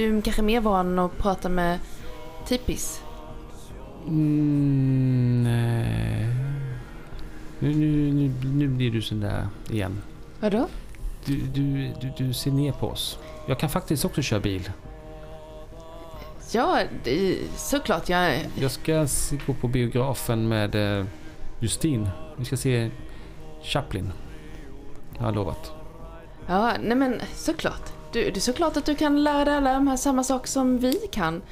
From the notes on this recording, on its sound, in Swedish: Det här avsnittet spelades in under vår liveträff i januari 2023. Det gör att du får höra lite mer bakgrundsljud och prat i munnen på varandra än vanligt, men du får också mer gemytlig stämning och runt-bordet-känsla.